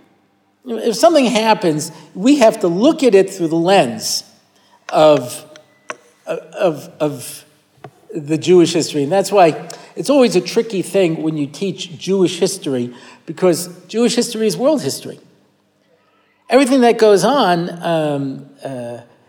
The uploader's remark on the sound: recorded at the Motzei Shabbos Har Nof shiur